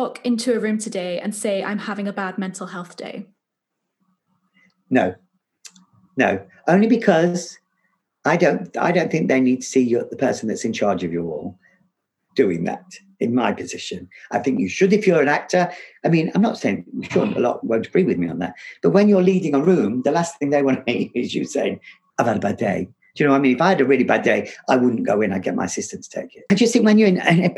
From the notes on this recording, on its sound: This episode was recorded over Zoom